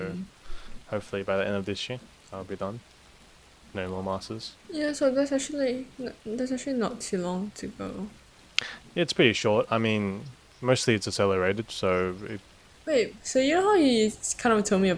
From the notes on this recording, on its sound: enjoy the sound of the rain in the background